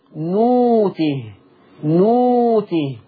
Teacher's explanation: ابدال الهمز الساكن بواو مادية في كلمة نؤته تقرأ نوته نوته.